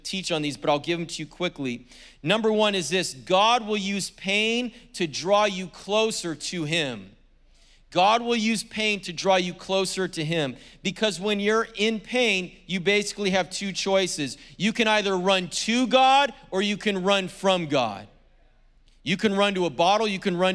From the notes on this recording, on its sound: was preached on February 20th at the 10AM service.